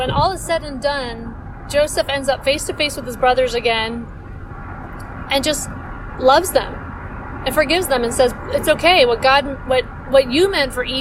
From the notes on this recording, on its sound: I don't always record in my car, but when I do... Join me for a little car ride again.